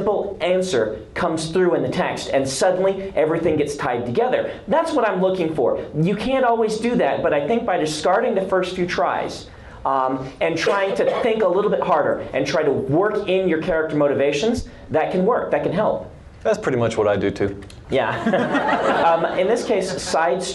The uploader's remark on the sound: Recorded live at LTUE 2010, here's a high-energy Q&A session with the Writing Excuses crew.